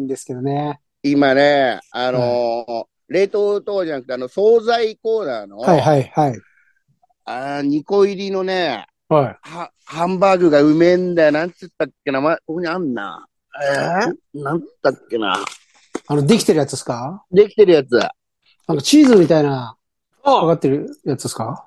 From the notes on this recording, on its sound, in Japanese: ZOOMで収録